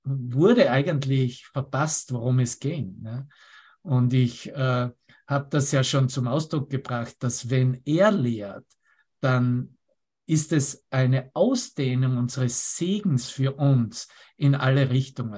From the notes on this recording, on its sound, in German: Zoom-Session. Veranstaltet von der Aleph Akademie.